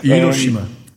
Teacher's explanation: le R ressemble à un L en fait, c'est entre les deux.